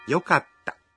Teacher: Để nói yokatta thì các bạn ngắt một nhịp sau âm ka.